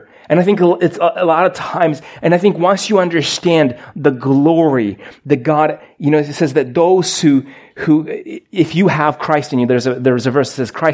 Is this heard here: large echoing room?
yes